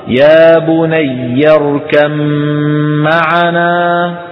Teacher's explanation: نحول الباء إلى ميم وندغم فينشأ ميم مشددة نغنها